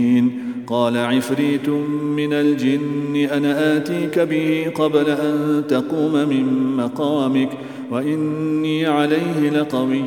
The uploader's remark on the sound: at the Houghton Masjid (West Street)